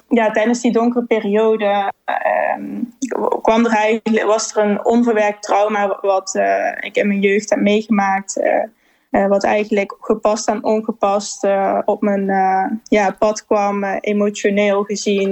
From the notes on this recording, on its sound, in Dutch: Een online live seminar.